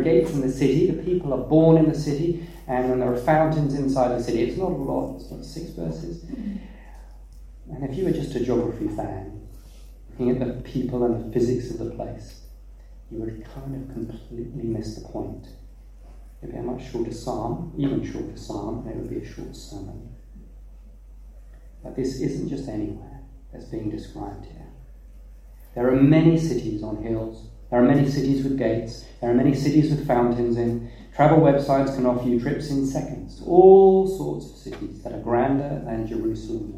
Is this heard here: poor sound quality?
yes